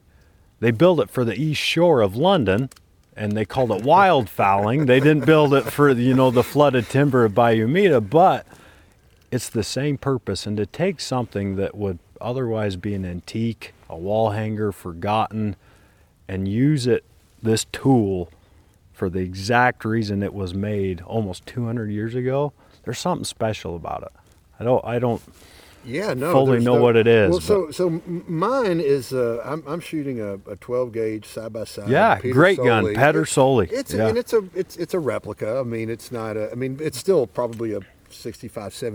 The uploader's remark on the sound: We are recording a podcast in Bayou Meto Wildlife Management Area on a special duck hunt.